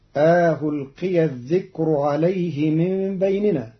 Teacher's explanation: قرأ قالون كلمة ألقي بتسهيل الهمزة الثانية بين بين مع إدخال ألف بين المحققة والمسهلة، فتصير ألقي الذكر عليه من بيننا، وهي في لغة العرب للجمع بين اللغات.